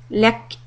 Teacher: If you stop on the word لَكَ and you say لَكْ، hear a little sound like a breath. · Term: hems